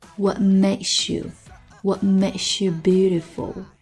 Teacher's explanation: What 后面跟着 Make 鼻音，那么这个 T 失去爆破